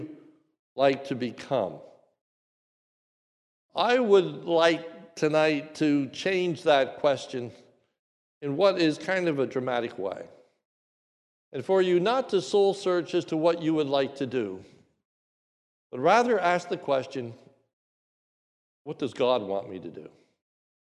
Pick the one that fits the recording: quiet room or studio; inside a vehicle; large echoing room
large echoing room